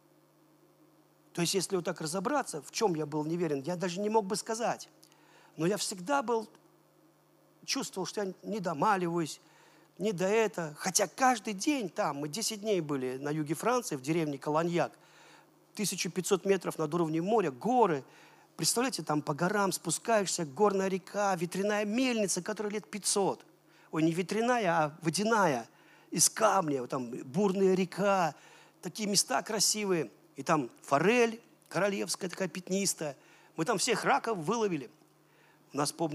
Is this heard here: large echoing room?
yes